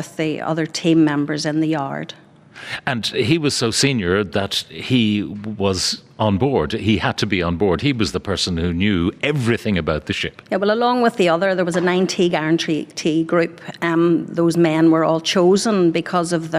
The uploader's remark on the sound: broadcast live from Titanic Belfast